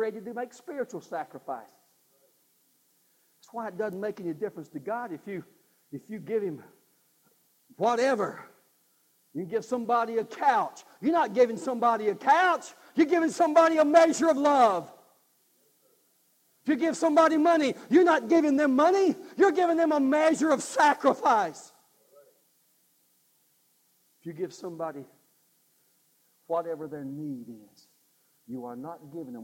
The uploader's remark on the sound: God's Offering (live service).